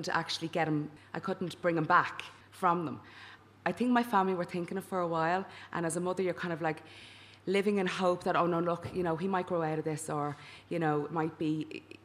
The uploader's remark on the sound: Recorded in front of a live audience in The Little Museum of Dublin with a fantastic panel of working mums.